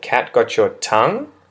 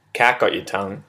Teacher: I raise my intonation at the end of the sentence · Shown in: first take · So I say, cat got your tongue, in order to show people that it's a question, that I expect an answer.